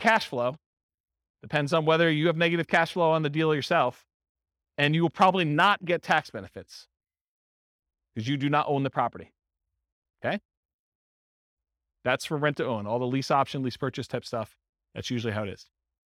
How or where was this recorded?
live audience